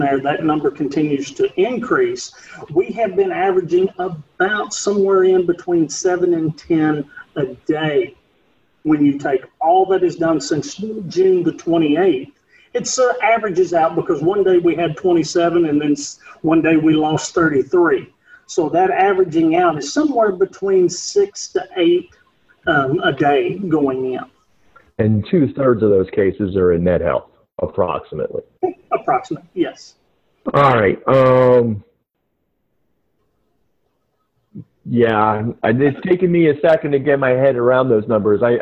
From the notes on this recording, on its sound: This interview was recorded via Zoom.